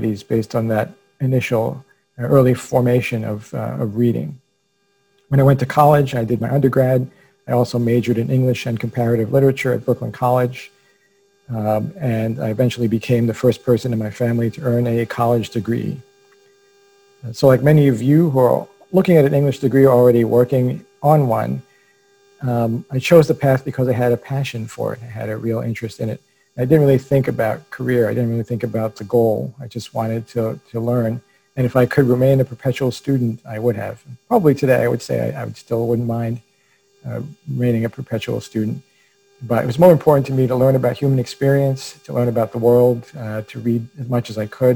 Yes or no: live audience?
no